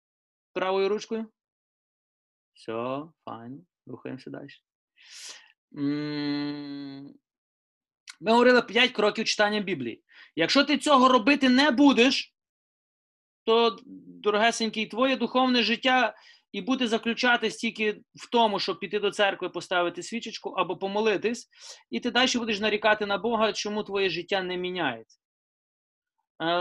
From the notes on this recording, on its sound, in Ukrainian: Zoom зустріч.